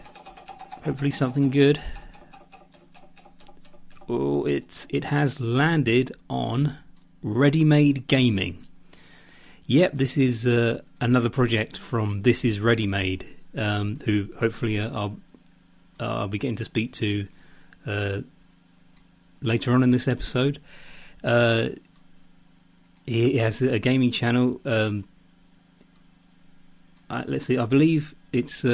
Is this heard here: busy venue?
no